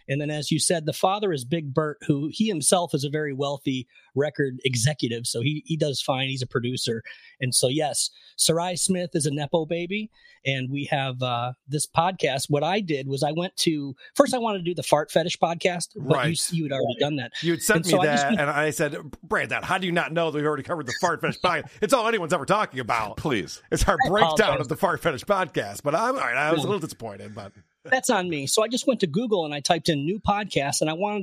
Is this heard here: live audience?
no